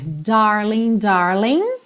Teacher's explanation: sem pronunciar o G final